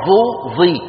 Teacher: طرف اللسان مع أطراف الثنايا العليا · Term: الظاء